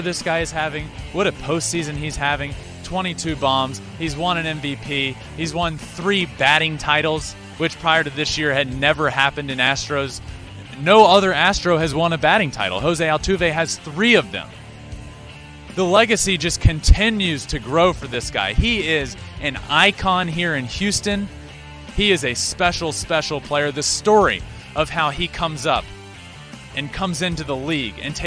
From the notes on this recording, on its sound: LIVE from Minute Maid park following Game 2 of the World Series